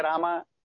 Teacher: South में उसको आ को लंबा कर देते हैं रामा, है ना, तो आ कर देते हैं।